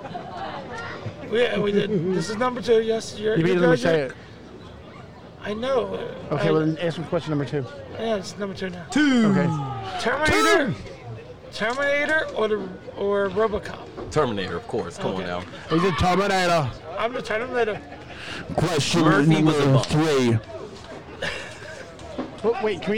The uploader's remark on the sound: at a live event